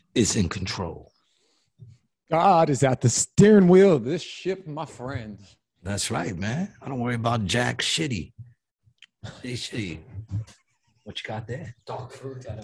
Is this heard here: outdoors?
no